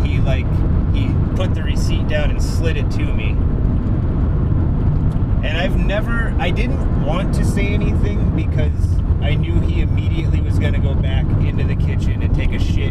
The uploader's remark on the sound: we recorded a podcast on the drive home